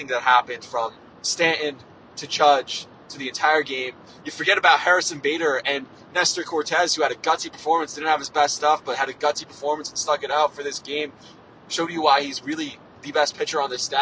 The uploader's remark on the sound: Described what it was like to be in the building from the car ride home.